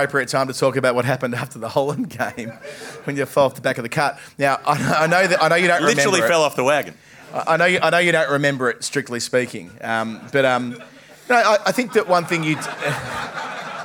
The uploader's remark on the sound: Live at the Corner Hotel. With some polishing up for the audio feed.